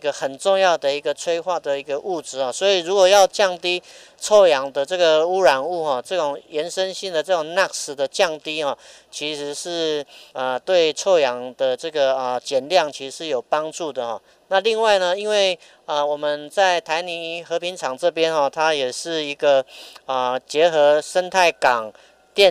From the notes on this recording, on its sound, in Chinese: 要帶大家走出錄音間，坐上往花蓮和平村火車，前往台泥的DAKA園區。